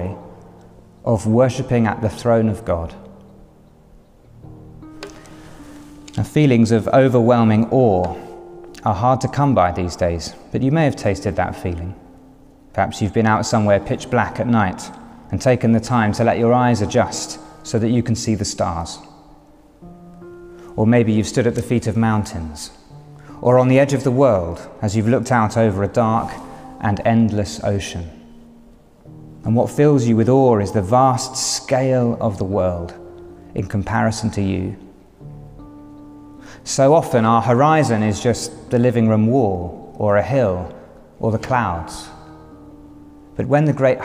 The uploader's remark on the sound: A Sermon Preached at A Special Commemoration Service For Her Late Majesty Queen Elizabeth II